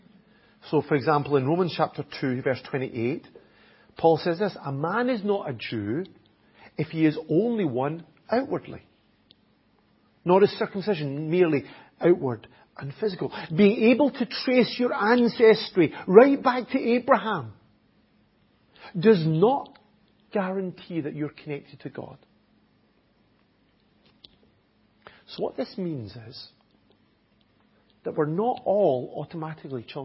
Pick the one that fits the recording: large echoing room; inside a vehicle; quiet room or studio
large echoing room